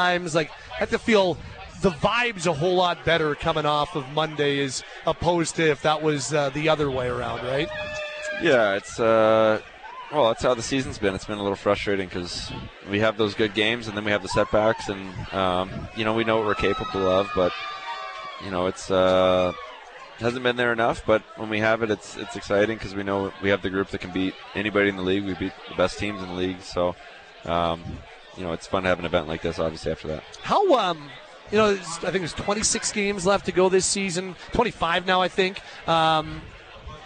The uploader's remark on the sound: live from the Deerfoot Inn & Casino for the Flames Ambassadors' Celebrity Poker Tournament